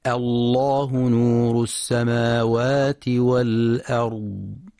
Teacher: في حال الابتداء بلفظ الجلالة، فإن اللام تفخم مع مراعاة ترقيق الهمزة